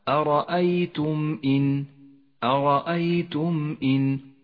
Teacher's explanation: الميم الساكنة تظهر من غير غنة أو تشديد إذا جاء بعدها حرف الهمزة · Term: الإظهار الشفوي